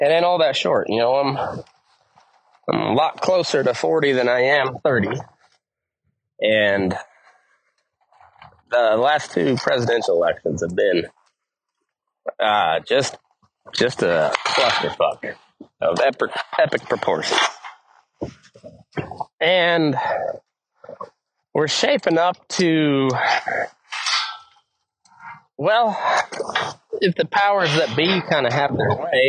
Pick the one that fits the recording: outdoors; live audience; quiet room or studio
outdoors